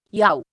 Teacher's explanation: cuvântul iau este format dintr-o singură silabă care conține vocala A și semivocalele I și U · Term: triftong